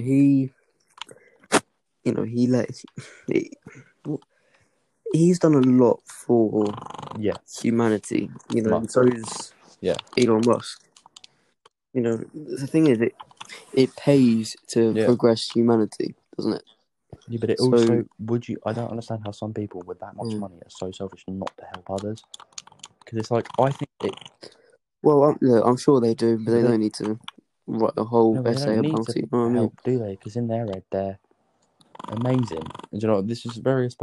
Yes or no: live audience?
no